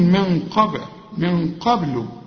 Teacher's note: هنا بعدها قاف، القاف من حروف الإخفاء، هنا بيحصل غنة وبنخفي من قبل، لكن الغنة هنا مفخمة علشان القاف مفخمة من قبل. الباء هنا لازم حنقلقلها، نقول من قبل